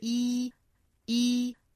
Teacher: key 这个词尾部呢是以元音结尾的。我们说元音属于浊音哈所以清清浊浊呢后面如果再加音加的这个音仍然是读浊音的。Keys, car keys, hope is like car keys.后面 easy to lose.注意 easy 这个词两个元音的这个口型是一样的都是紧张音都是 e, e,后面的 z, z,语调不一样因为前面一个音节重 easy, da, da, easy, easy,并且我们要注意最后那个尾音的 e,啊不能拖长啊不是